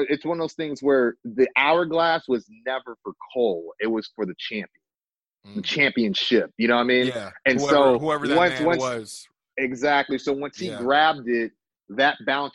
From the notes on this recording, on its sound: Via Zoom.